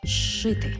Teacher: разом «з» плюс «ши» на початку слова читаємо як подовжений звук «ши».